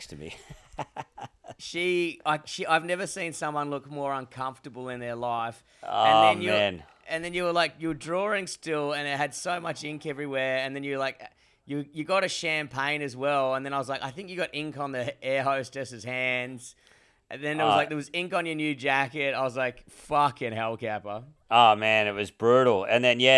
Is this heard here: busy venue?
no